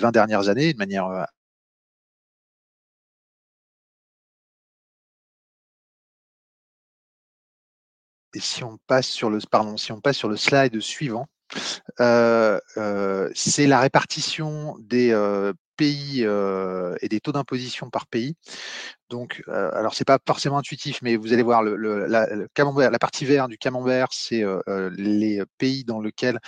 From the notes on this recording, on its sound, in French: Cette visioconférence diffusée le 09 janvier 2024